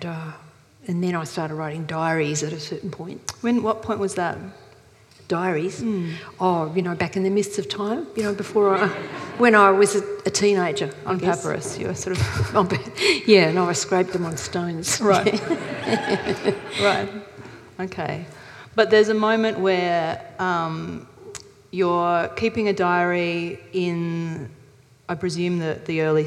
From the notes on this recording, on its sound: This is a live recording from our event.